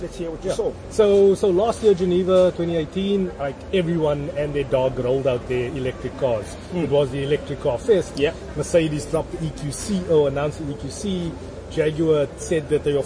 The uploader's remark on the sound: Recorded at Wimpy Canal Walk